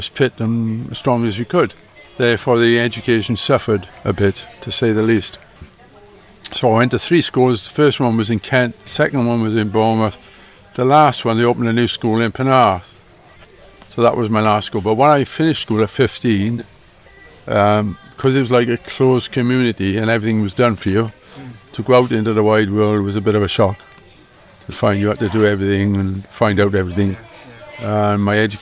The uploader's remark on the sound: 'Voces in the Market' recorded in Pontypridd Market. From Awen Cultural Trust and Y Muni Pontypridd in conjunction with GTFM.